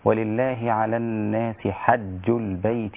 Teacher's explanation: قرأ شعبة بفتح الحاء هكذا ولله على الناس حج البيت من استطاع إليه سبيلا، وهي لغتان عند العرب.